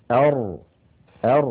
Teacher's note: حرف يخرج من طرف اللسان مع ما يحازيه من سقف الحلق من غار الحنك الأعلى، ويتقعر اللسان عند النطق به هكذا أر أر، فيتقعر اللسان عند النطق بالراء.